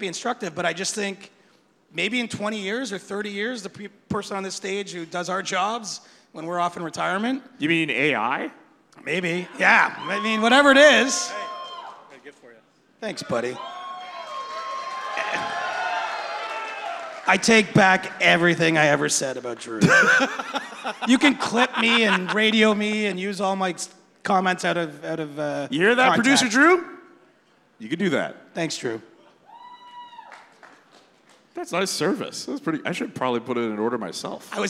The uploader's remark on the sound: Live from All-Star Weekend At The Rec Room